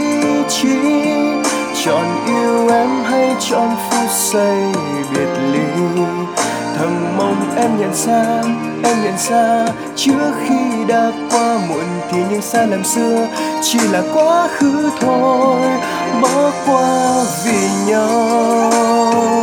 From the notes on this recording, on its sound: Recorded by my mobile phone